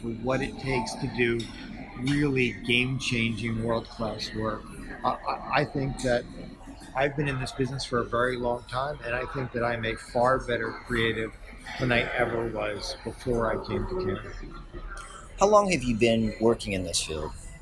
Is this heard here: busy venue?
yes